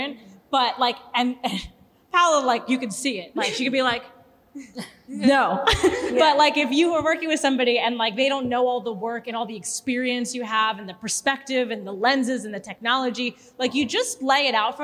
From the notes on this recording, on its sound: Bell Works How its WORKS Live: International Women's Day 2023. We promise that a listen to this one will feel like you were in the audience LIVE action with the whole crew. The room was PACKED!